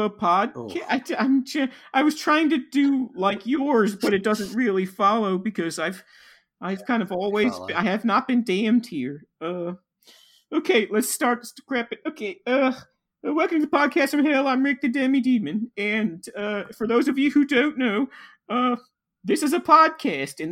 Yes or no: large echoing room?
no